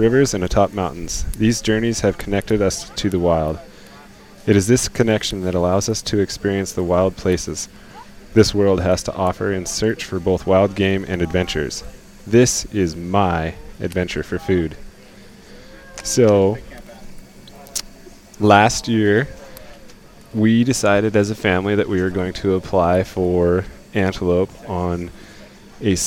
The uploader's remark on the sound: live from the 2022 BHA Rendezvous